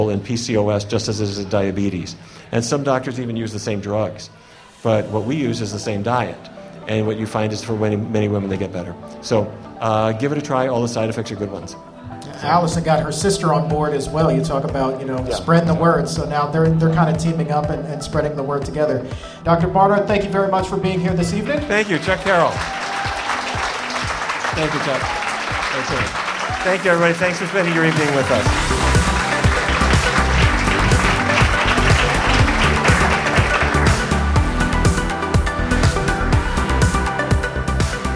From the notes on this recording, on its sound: Live in front of a sold out crowd in Washington, DC.